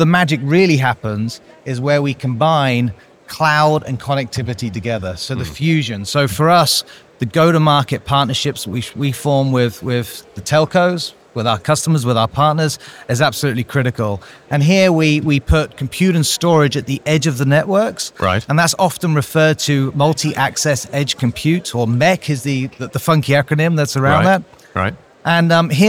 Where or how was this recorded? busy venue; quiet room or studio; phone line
busy venue